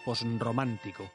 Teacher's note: Les recomiendo que cuando quieran pronunciar bien este tipo de palabra que pasa de la S a la R, pasen un instante por la nasal. Se apoyan un poco en la N sin llegar a pronunciarla y les sale bien la separación entre la S y la R